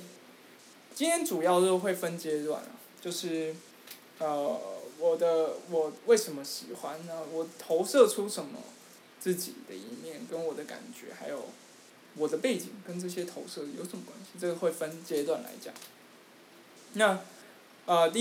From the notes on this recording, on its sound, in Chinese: 錄音的品質一致性下次會多注意